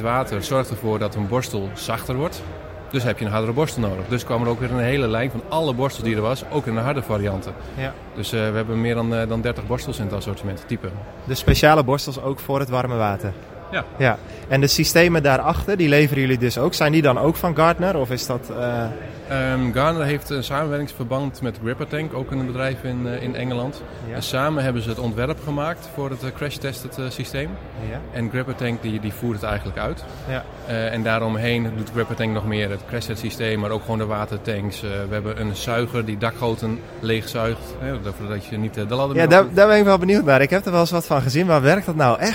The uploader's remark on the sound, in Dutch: Podcast live vanuit de Schoonmaak Vakdagen in Houten.